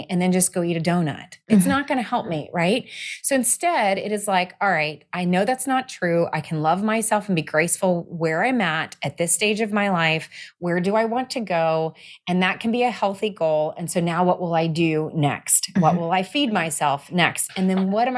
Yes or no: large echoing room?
no